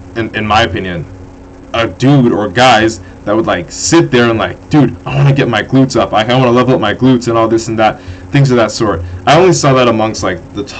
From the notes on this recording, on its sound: AUDIO RENDERING ERROR* the issue has been solved! This episode does not have the best audio quality.